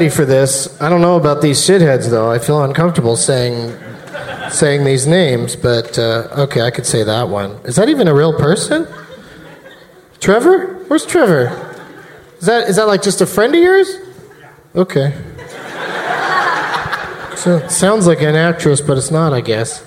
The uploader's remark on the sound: Live from the Gramercy Theatre in New York City